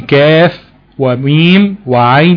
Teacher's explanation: تمام، وهذه الكلمات تنطق على 3 احرف، يعني بتنطق بثلاث حروف بتوعها كاملين، كاف وميم وعين وهكذا. تمام، وتمد طولا بمقدار 6 حركات مدا حرفيا لازما · Term: المد اللازم الحرفي